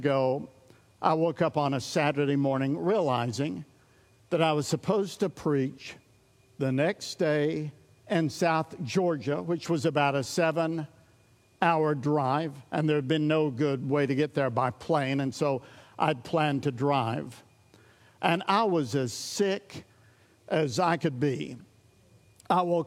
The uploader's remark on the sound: recorded at Sunnylane Family Church in Oklahoma